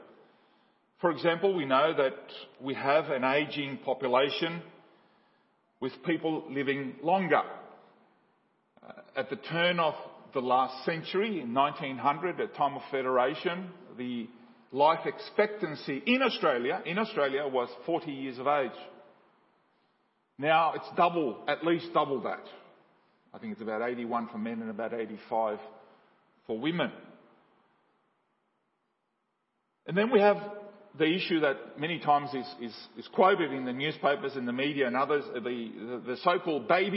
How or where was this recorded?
large echoing room